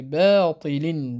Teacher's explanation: الباء مرققة، الراء مفخمة لأنها ساكنة وما قبلها مفتوح فتفخم، والقاف على أصلها لأنها مستعلية فهي تفخم